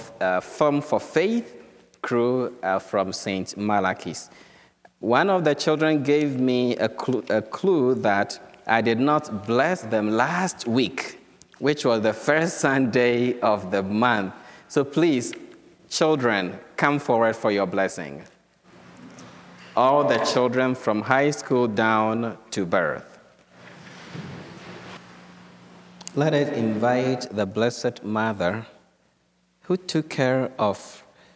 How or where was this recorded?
large echoing room